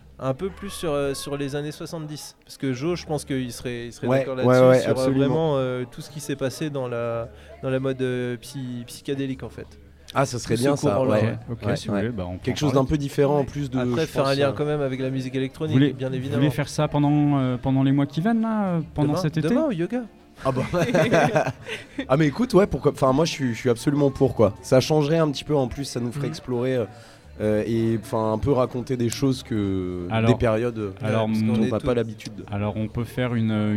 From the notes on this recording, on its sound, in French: Emission en direct de Maja café-Brocante